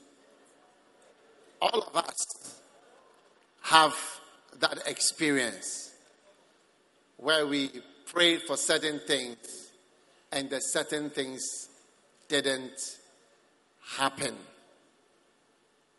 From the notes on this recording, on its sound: Preached at the Prophetic Encounter Service.